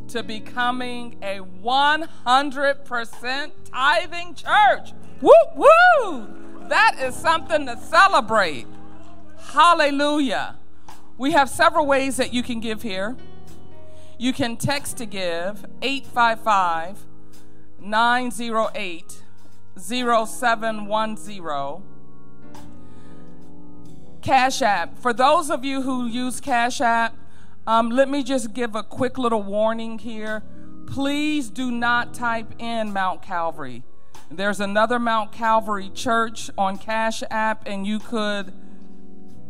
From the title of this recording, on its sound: Mt. Calvary Baptist Church, Dayton, OH 2-18-2024